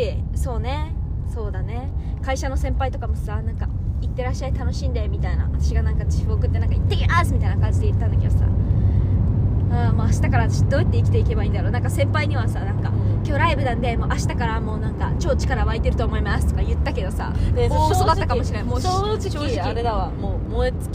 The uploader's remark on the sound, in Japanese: 帰り道で録音してよかった！